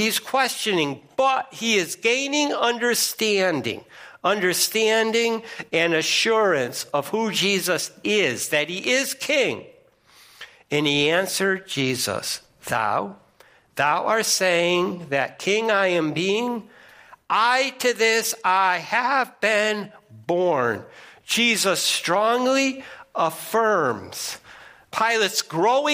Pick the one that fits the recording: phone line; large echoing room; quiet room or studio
large echoing room